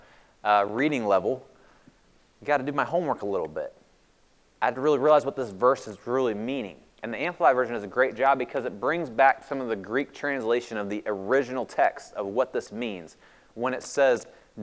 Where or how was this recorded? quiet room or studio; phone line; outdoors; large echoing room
large echoing room